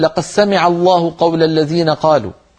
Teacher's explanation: قبيلة تقول لقد سمع الله قول الذين قالوا، لقد سمع فيدغمون الدال في السين